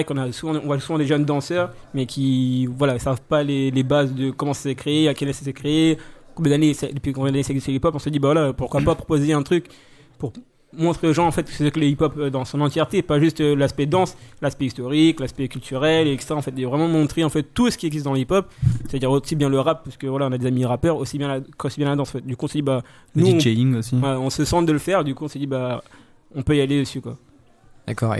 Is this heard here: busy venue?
yes